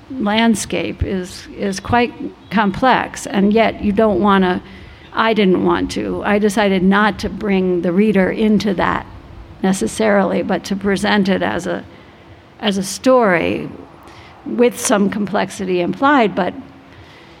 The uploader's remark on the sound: LIVE from the Vail Dance Festival